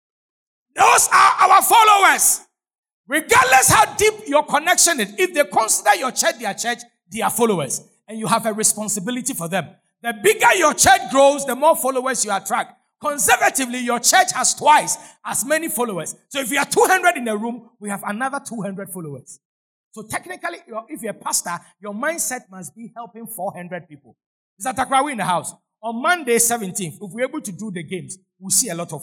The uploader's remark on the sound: Sermon preached at CBC Shiashie Campus